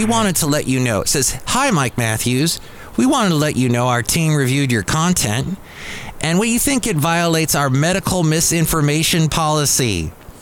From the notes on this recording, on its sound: podcasts live from Café Anyway